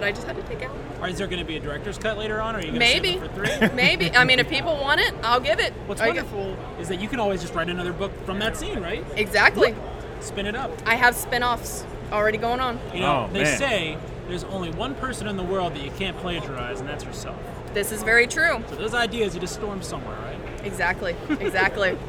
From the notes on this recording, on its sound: LIVE FROM THE STEEL CITY CON!